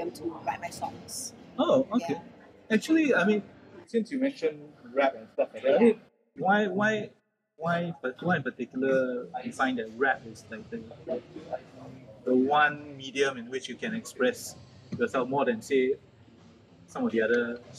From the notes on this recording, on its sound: Please forgive the sound quality. This was recorded in a rather noisy environment.